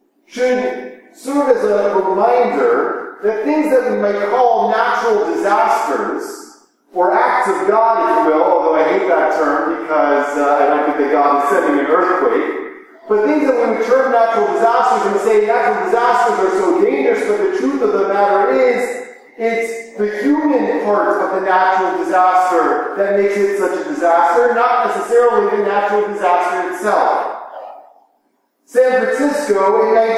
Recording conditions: echo